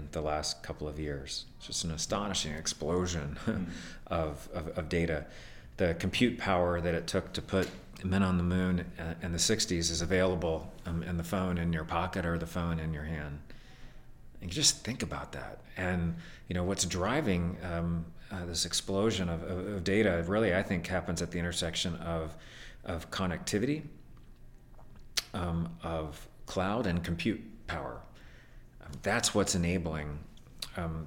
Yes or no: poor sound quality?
no